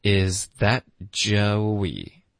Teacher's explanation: 首先这个 that 的特音呢我们会省略